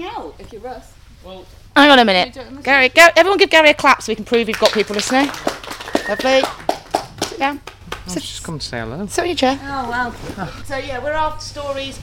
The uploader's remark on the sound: Recorded in front of an audience at the Centurion Running Wendover Woods Weekend.